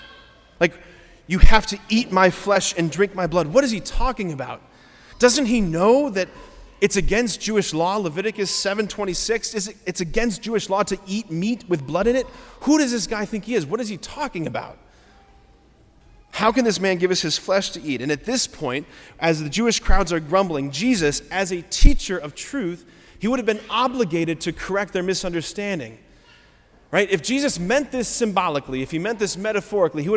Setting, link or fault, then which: setting, large echoing room